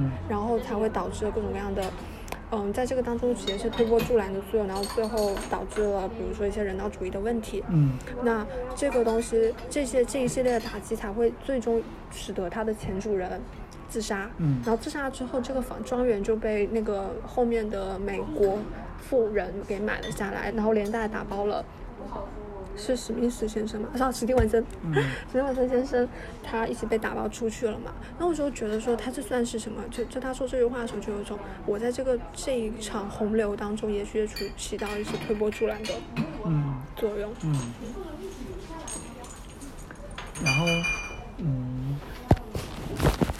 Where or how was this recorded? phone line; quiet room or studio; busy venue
busy venue